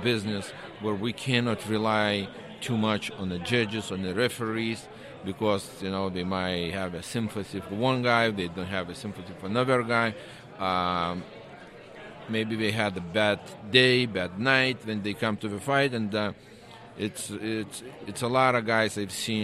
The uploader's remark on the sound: Live from Canelo vs. Kovalev